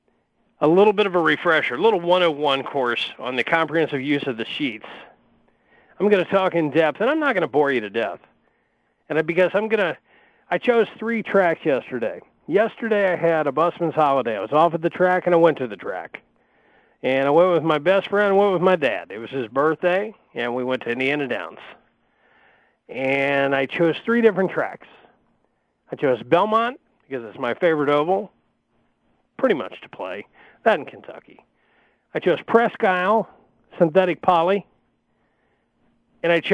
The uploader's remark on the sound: will also call